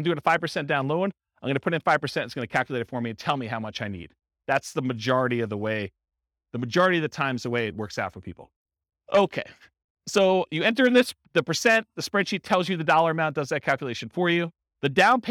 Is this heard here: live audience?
yes